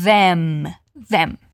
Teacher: a língua vai ali pro meio dos dentes